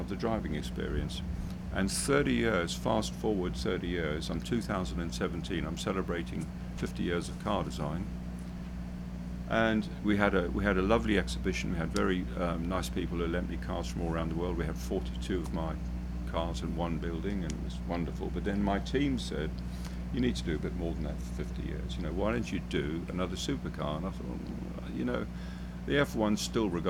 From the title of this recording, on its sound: live from Laguna Seca